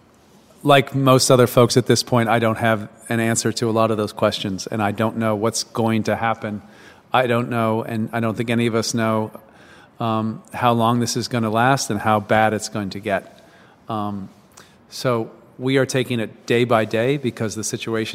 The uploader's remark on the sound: recorded at an empty Woodberry Kitchen in Baltimore